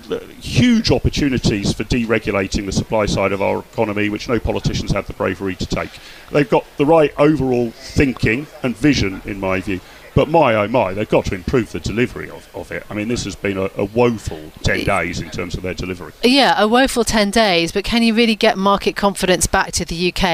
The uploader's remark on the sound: At the Conservative Party conference in Birmingham.